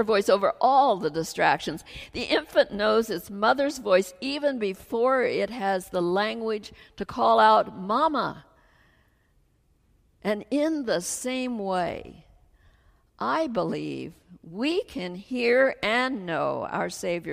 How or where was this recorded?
large echoing room